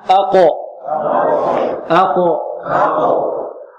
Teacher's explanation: هنا القلقلة، هنا اضطراب في المخرج، لا تميل لا إلى فتح ولا إلى كسر